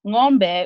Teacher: it's like a ng sound that comes from the back of the throat